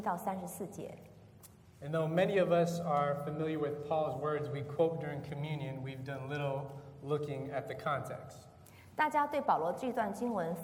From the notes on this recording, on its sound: This is a sermon from September 1st, 2019 at Lexington Chinese Christian Church.